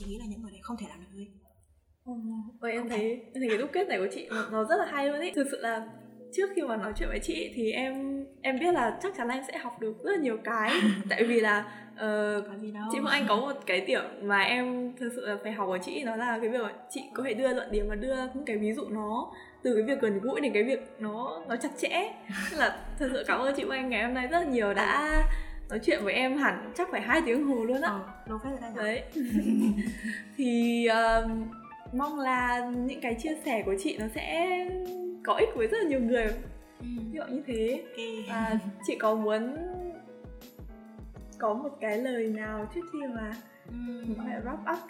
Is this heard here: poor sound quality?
yes